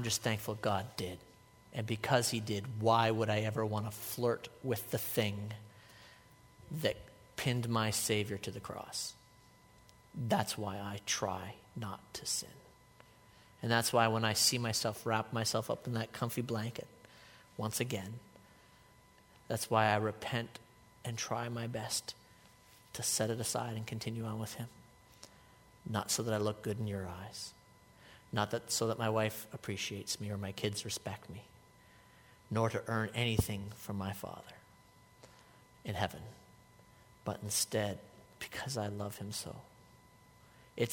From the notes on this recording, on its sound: a sermon I delivered at Life Church